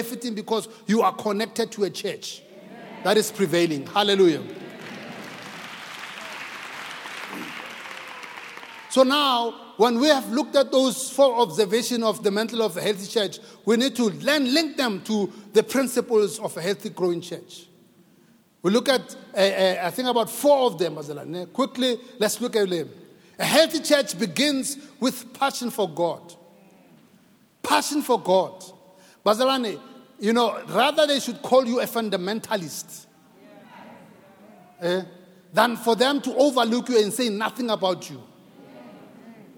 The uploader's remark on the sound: preached at Grace Bible Church Pimville on the 20th of February 2022